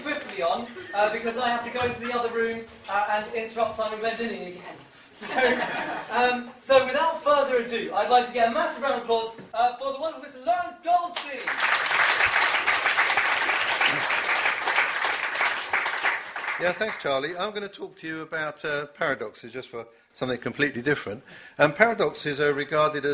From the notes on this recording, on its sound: Six philosophers have ten minutes each to pitch their arguments to a live audience.